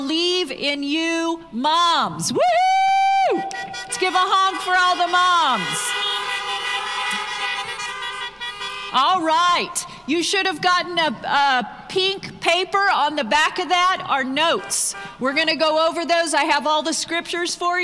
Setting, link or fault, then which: setting, live audience